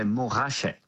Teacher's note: in French, we do not pronounce the T, we say Mont raché.